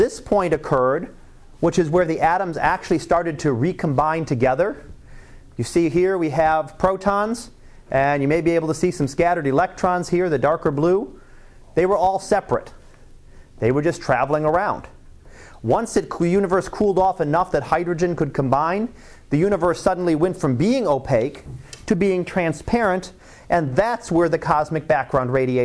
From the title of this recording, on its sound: Live Class Lecture